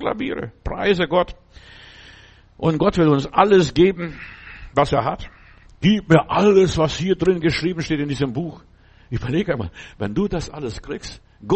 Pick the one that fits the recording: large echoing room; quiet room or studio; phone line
large echoing room